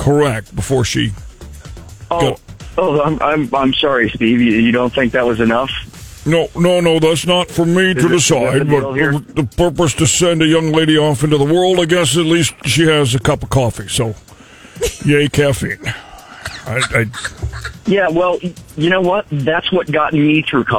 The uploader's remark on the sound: FRIDAY PHONE JACKS PRANK CALL. We had some fun pranking him this morning.